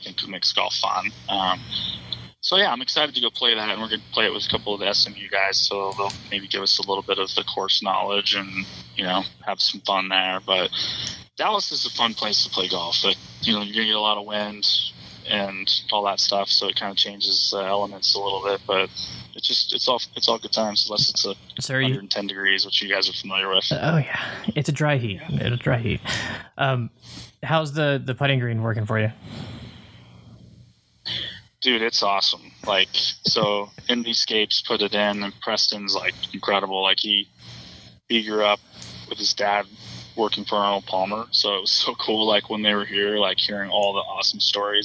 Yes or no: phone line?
yes